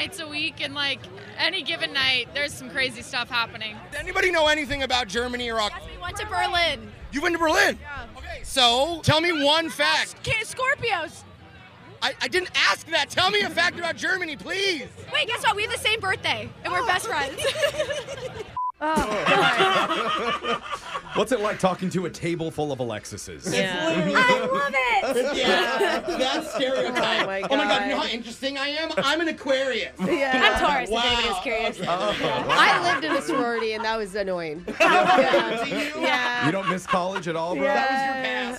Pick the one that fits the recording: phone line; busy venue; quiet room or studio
busy venue